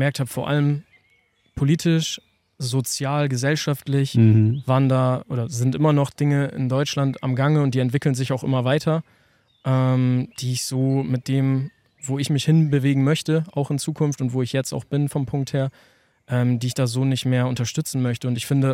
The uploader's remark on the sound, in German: Die Folge haben wir Ende Juni in der Schweiz auf einem Campingplatz für euch aufgenommen.